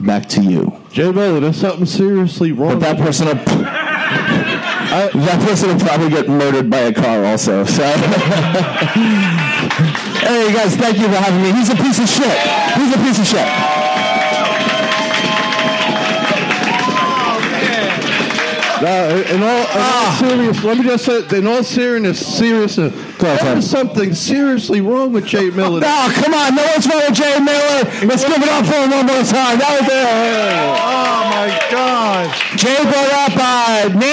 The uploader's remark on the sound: Live Show.